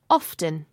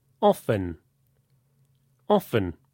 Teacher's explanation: Other people, like …, pronounce it with a silent t. · Shown in: second take